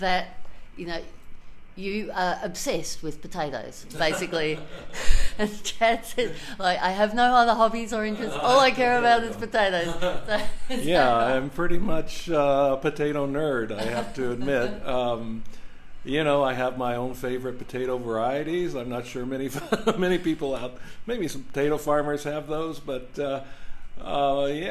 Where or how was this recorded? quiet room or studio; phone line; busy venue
busy venue